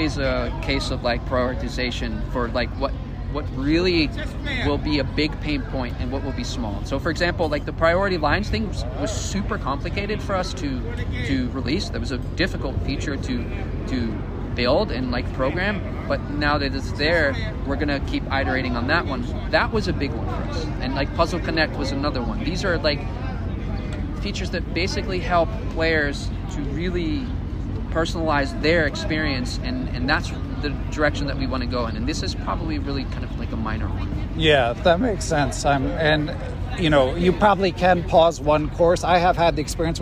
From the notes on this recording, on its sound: Recorded in Washington Square in New York City. We recorded on location from the “chess tables” at Washington Square Park.